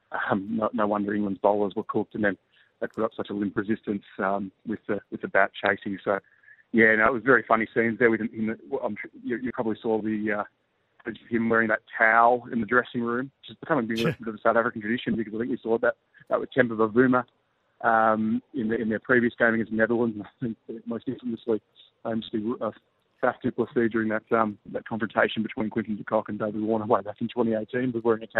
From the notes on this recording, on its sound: joined the show live from India